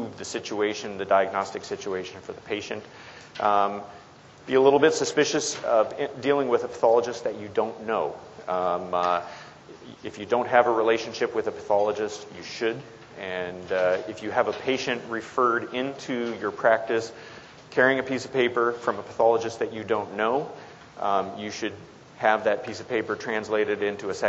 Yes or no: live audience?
yes